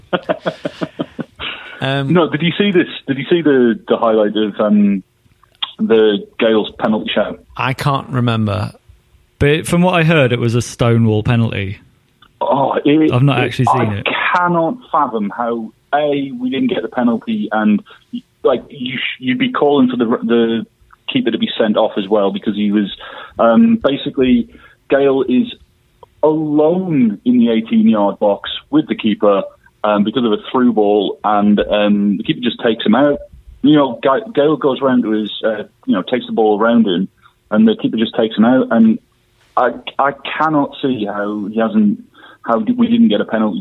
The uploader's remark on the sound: on the phone